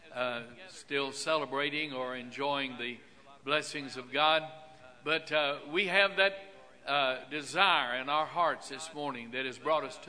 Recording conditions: large echoing room